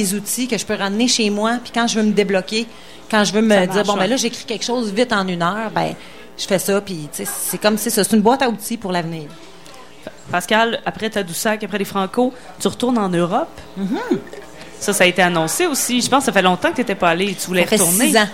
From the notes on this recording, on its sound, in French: Dans le cadre du Festival d'été de Québec sur les ondes de CKRL 89,1 en direct du bar Le Sacrilège.